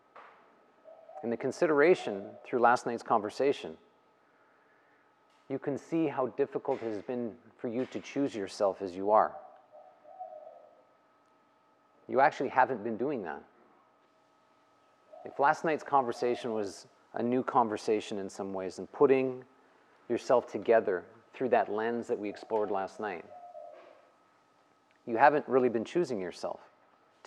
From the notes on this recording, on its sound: The live recorded lecture took place during a 200-hour yoga teacher training at Peace Retreat in Los Pargos, Costa Rica in January of 2022.